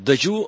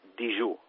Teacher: fem una assimilació de la consonant palatal, J, damunt la E, que la convertim, la tancam a un grau · Shown in: second take · i el tancament de la E a un grau et dona la I.